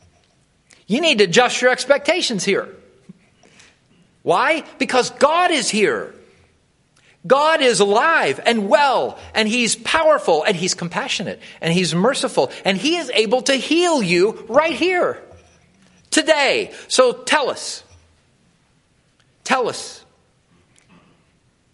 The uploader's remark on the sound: Wilmore Free Methodist Church Morning Worship